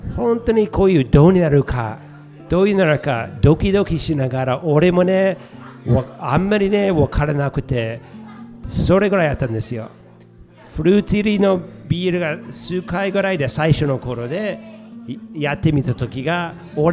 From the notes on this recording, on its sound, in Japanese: スピンオフ企画：沼津フィッシュマーケット・タップルーム22周年祭。公開収録致しました。今回は対談後の質問会になります。今回は、ぬまずっきゅーん初の公開収録となりました。